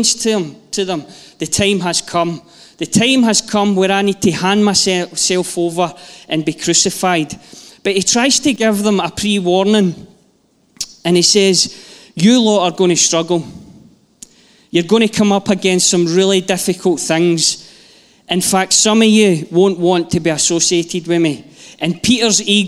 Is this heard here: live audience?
yes